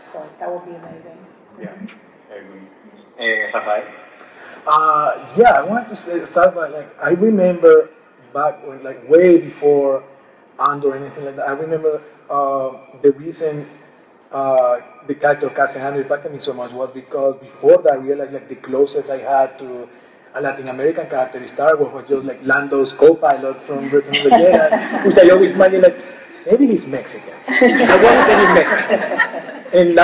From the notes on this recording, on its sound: LIVE from SWC23. We're very proud to finally be able to present this conversation to everyone who wasn't able to attend this panel in person!